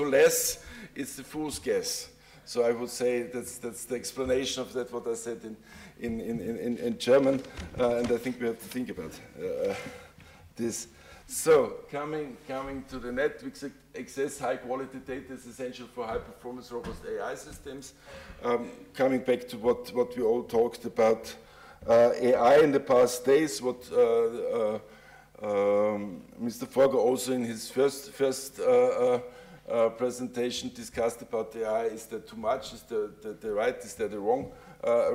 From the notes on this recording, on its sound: Panel debate at the summer discourse of University of Vienna's summer programme on August 04 2023.